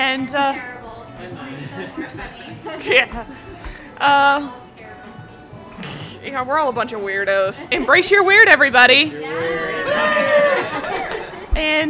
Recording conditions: busy venue